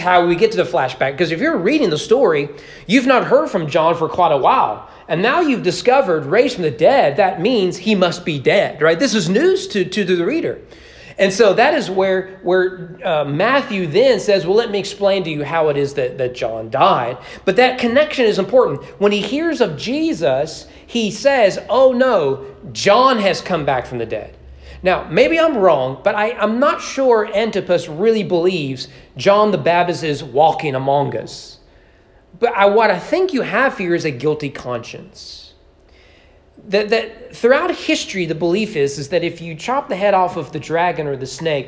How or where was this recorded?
large echoing room